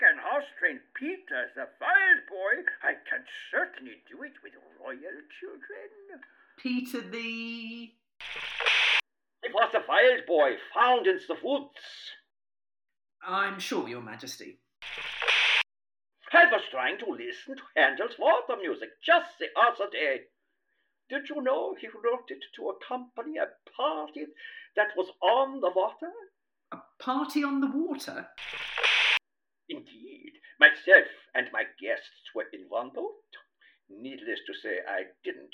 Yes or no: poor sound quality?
yes